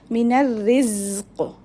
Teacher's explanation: here the noon will join with the ra, but ra having the kasra, it will be recited tarqiq, means light. And qaf, since we are stopping on qaf, it will be having a sukoon, so there will be qalqala on qaf when you stop.